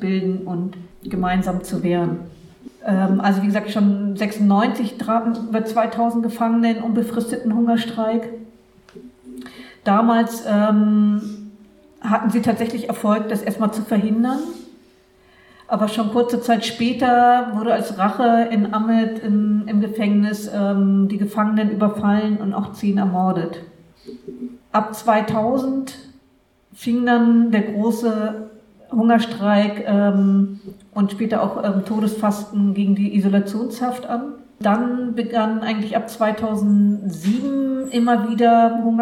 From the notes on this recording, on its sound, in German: Mitschnitte des TATORT Kurdistan Cafés. Im Centro Sociale, Hamburg.